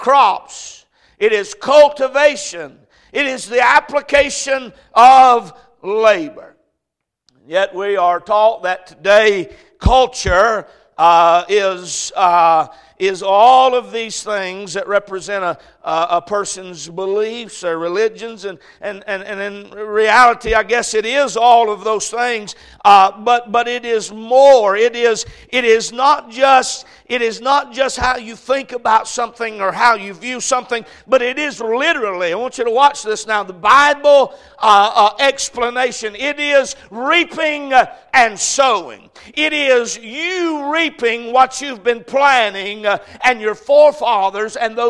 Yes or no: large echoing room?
yes